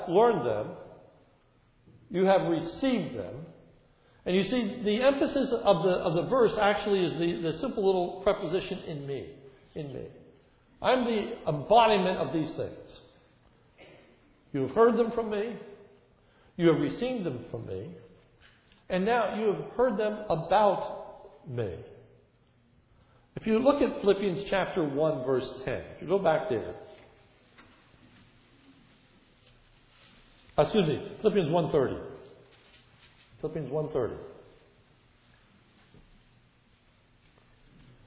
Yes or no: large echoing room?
yes